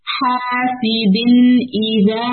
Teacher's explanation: غنہ کو ہولڈ نہیں کرنا ہے ہمیں کلیئر پڑھنا ہے